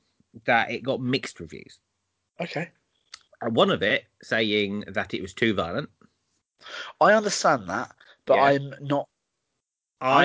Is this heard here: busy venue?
no